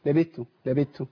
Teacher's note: التاء فيها همس والثاء فيها همس